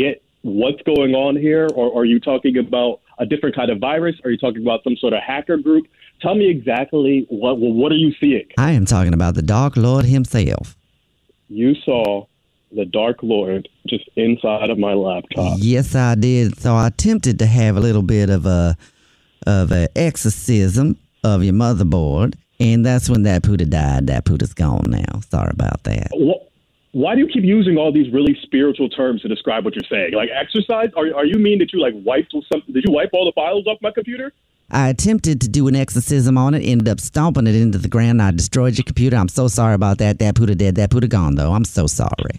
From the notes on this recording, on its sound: Phone Prank